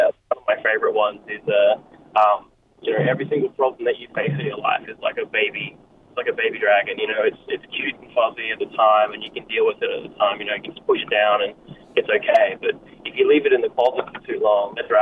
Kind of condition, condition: link, phone line